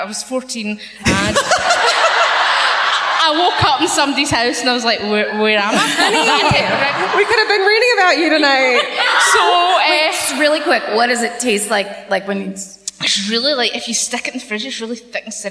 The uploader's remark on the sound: Live at the O2 Academy in Glasgow